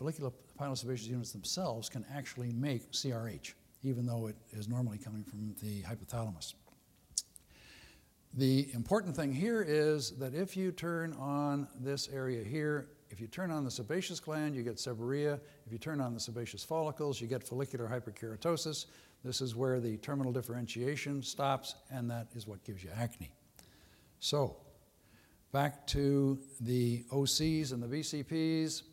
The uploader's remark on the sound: Was recorded at the 2013 Summer SDPA Conference in St.